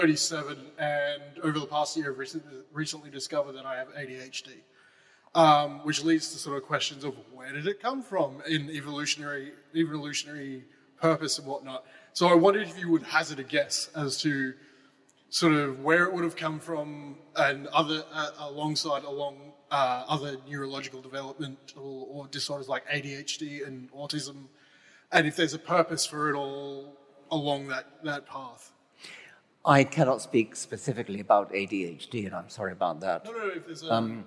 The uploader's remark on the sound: In front of a packed crowd at a sold-out Brisbane City Hall.